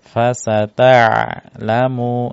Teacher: huruf ain punya sifat bainiyah yaitu suaranya mengalir. Fasata'lamu ya dialirkan.